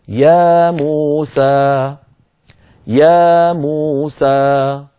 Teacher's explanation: يا حركتين، مو حركتين، سا حركتين، مجموعهم 6 حركات